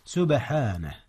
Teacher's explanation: هناك قلقلة في حرف الباء. نعم، إذ هي ساكنة وهي من حروف القلقلة.